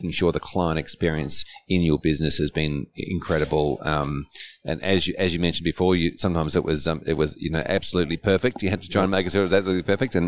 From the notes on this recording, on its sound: this was recorded at the FAAA Congress 2023.